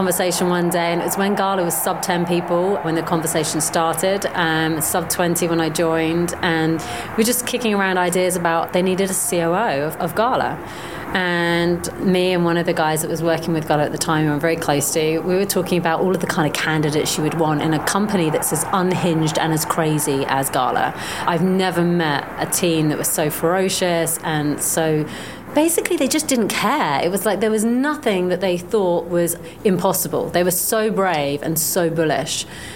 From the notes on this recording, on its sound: quick catch-up interview at the Veecon 2023